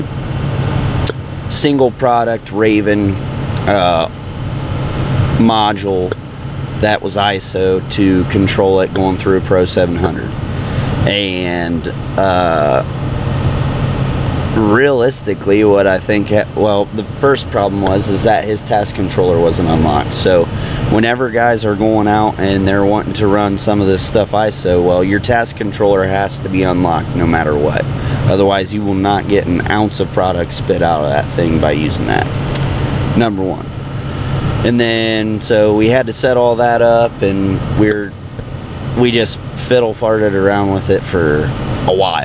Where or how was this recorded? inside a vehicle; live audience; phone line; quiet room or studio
inside a vehicle